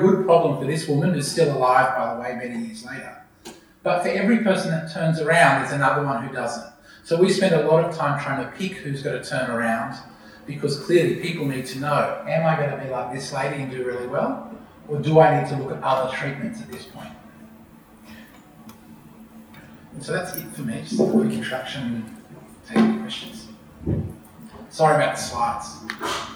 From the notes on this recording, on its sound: A Sydney Ideas event held at Westmead Institute for Medical Research (WIMR) on Monday 13 August, as part of Sydney Science Festival.